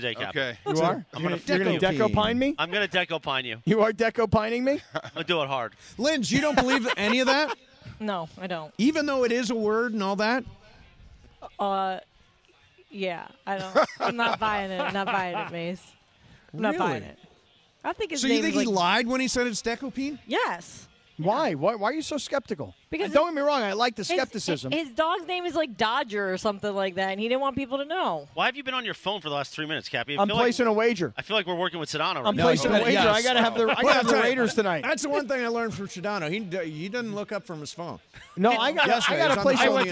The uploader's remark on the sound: We go live to Dodger stadium!